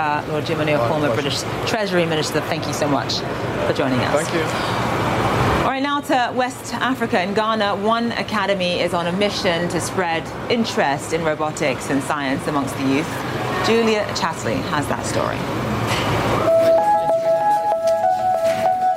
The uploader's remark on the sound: live from the New York Stock Exchange